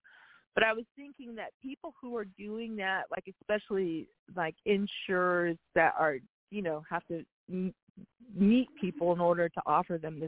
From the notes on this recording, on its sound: TNTSuperfantastic Conference Call